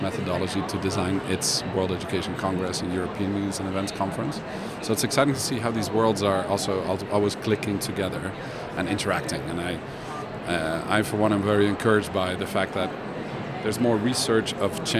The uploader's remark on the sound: Live from #IMEXAmerica.